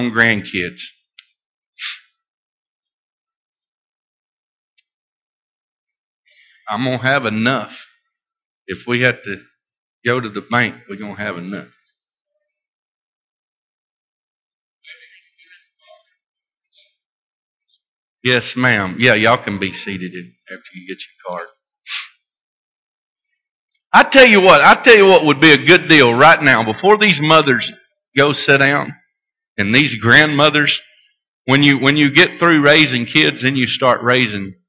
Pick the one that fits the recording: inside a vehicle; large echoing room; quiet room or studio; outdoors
large echoing room